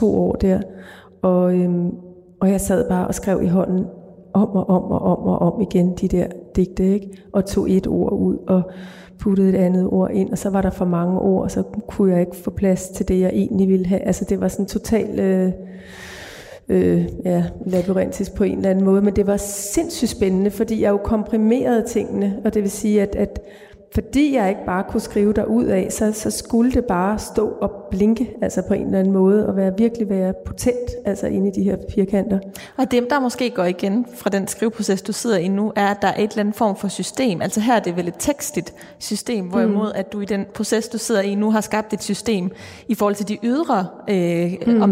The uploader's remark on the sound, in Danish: som er optaget i Vor Frue Kirke i Aarhus under litteraturfestivalen LiteratureXchange